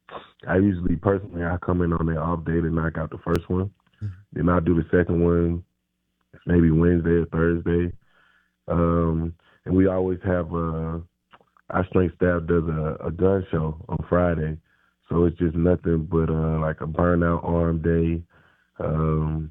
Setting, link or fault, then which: link, phone line